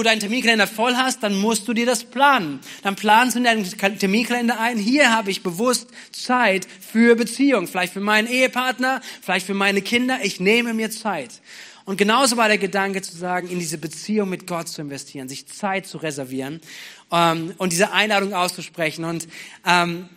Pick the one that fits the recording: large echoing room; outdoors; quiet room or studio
large echoing room